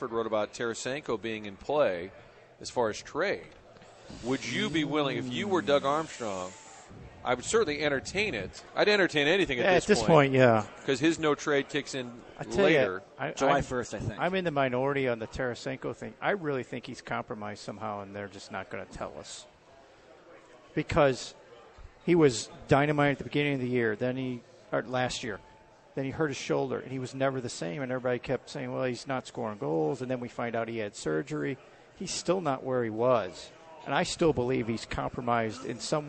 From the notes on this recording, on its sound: broadcasting live from Hot Shots in Fenton